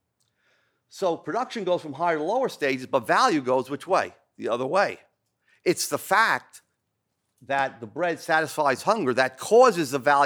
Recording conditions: large echoing room